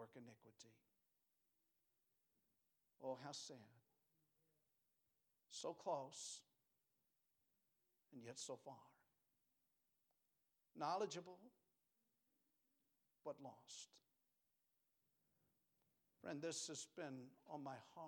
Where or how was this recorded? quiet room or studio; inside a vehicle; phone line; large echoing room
large echoing room